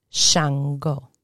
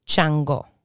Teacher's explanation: And in Spanish, chango. So the sh turns into a ch.